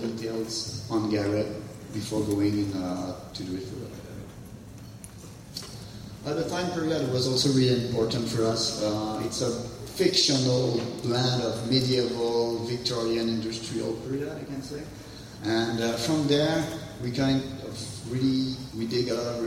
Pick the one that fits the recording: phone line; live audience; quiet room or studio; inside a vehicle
live audience